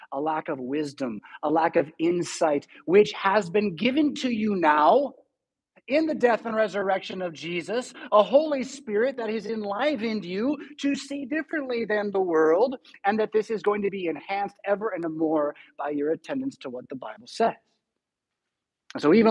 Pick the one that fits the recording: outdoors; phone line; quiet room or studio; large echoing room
large echoing room